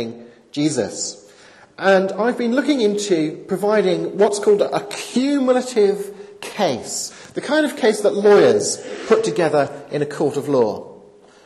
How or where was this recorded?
large echoing room